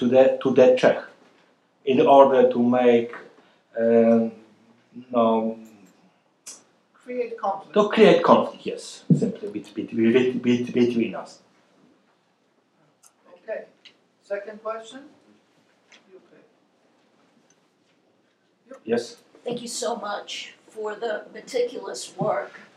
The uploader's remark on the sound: This lecture was a part of The Ninth Annual Lady Blanka Rosential Kosciuszko Chair Spring Symposium. At The Institute of World Politics.